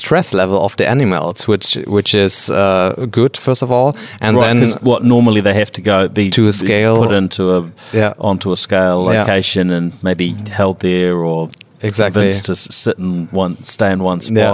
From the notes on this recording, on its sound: Recorded in Sydney at Cloud Innovate Exchange.